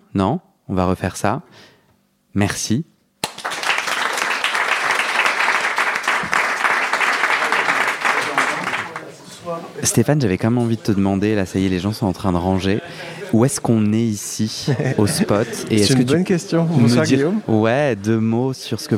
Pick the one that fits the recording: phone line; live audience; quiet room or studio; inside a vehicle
live audience